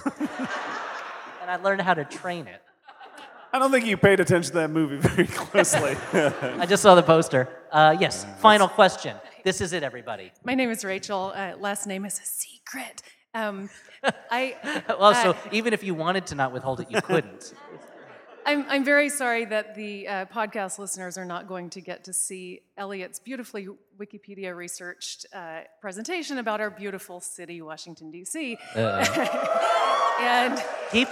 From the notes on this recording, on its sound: Geostorm LIVE. We bring you this second live episode, straight from the Historic Sixth & I Synagogue in Washington, D.C.